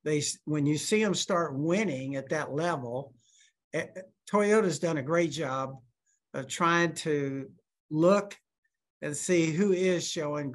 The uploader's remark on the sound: met with reporters via Zoom